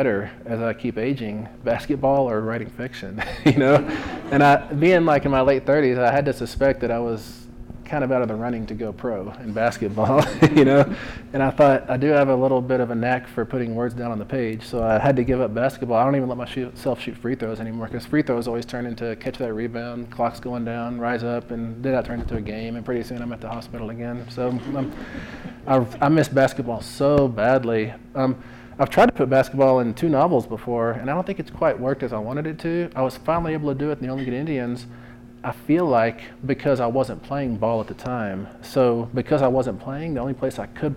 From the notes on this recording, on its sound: answers questions from the audience at the live taping at the Boulder Bookstore